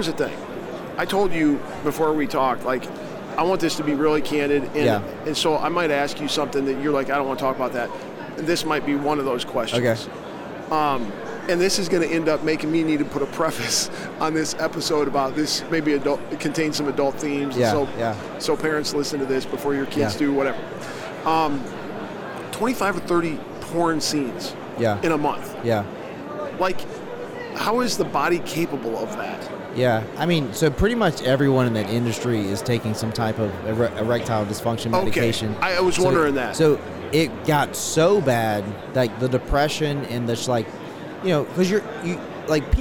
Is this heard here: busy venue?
yes